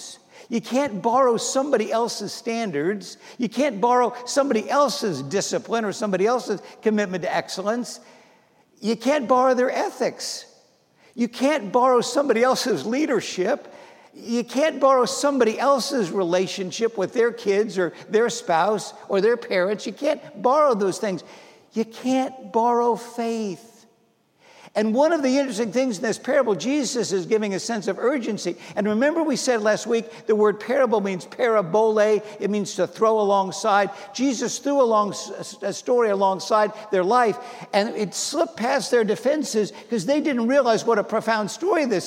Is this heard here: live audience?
yes